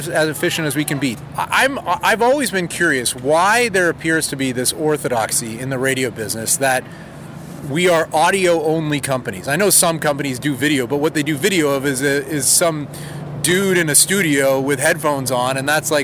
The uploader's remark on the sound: Takes a walk on The Freedom Trail in Boston.